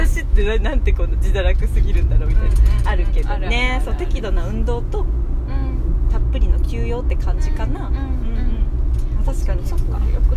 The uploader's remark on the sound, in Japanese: 今回はお出かけ収録シリーズ！